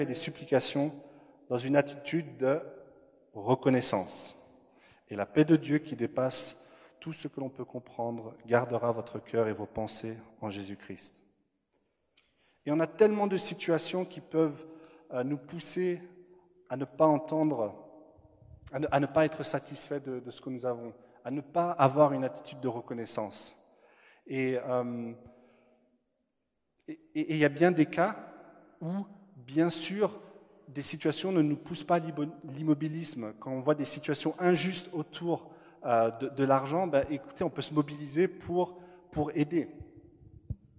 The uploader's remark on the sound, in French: Enregistré à l'église CVV, le 07/02/2021